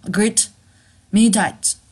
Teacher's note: to 还是说是 meet at x fifteen 啊？大家看这个结构怎么断？agree to 啊，agree 其实我们单独的把这个 agree 断出来啊，我们的 agree 这个 to 呢，其实我们就不是发 to 的这个音，我们是把它弱化成 t，agree，agree 啊，是连到一块儿的啊，agree meetat。这里面的 t 我们其实变成了一个 fast d 啊，变成快读的一个 d